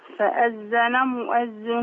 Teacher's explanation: نضم نمد الميم عشان وراها همزة